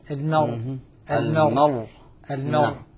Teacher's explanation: لكن عند السكون المحض الراء مفخمة